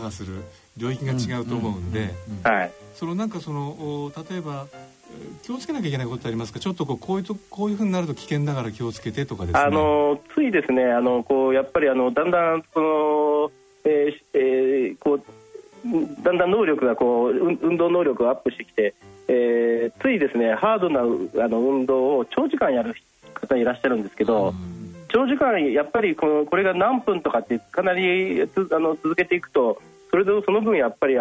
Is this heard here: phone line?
yes